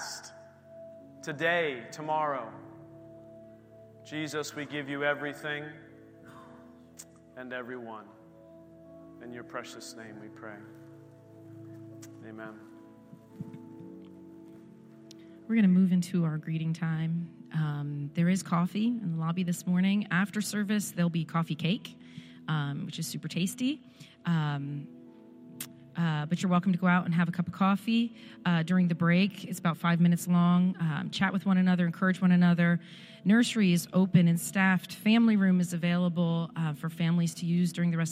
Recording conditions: large echoing room